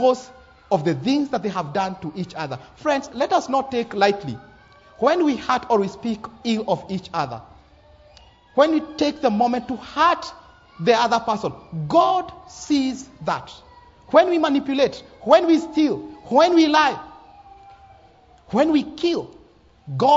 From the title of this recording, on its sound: Live sermon